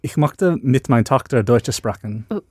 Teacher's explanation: But what he's doing is, it's too hard that you're going k instead of sh